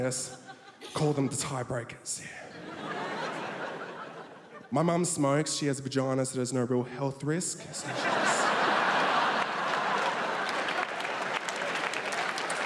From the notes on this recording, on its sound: 2016 RAW Comedy National Grand Final. Recorded at the Melbourne International Comedy Festival for SBS 2.